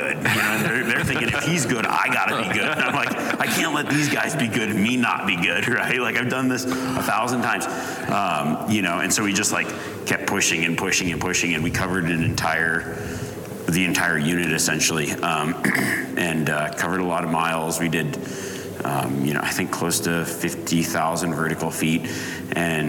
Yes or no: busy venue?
yes